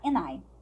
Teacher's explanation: A gente vai é omitir o D. A gente pode cantar and I, mas ela canta and I.